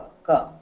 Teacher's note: Then, and it is called, pronouncing it is called we say that we are saying the alpa pranaha. Alpa pranaha means very little breath you are taking for that.